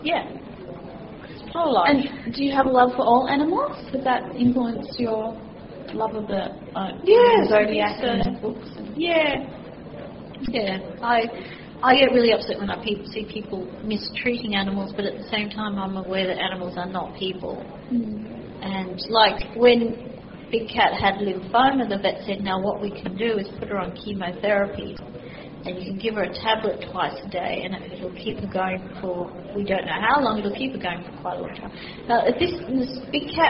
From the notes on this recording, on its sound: This weeks chat was recorded at Swancon. It is a live recording in an auditorium and while the recording is good there is some background noise. At some points members of the audience ask questions and where the mic has picked them up the production team has left them in the recording.